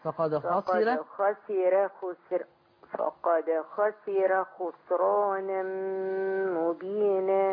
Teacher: طب خسرانا يبقى مفخمة. بالضبط كده، عشان ما فيش قبلها كسر.